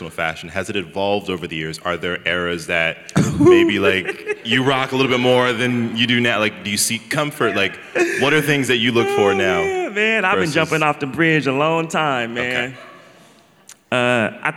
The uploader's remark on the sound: at the 2023 Portland Book Festival